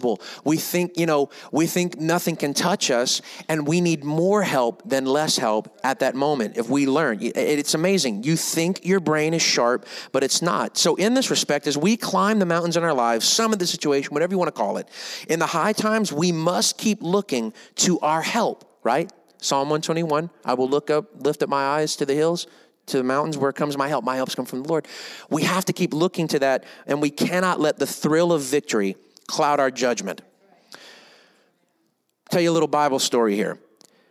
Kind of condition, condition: setting, large echoing room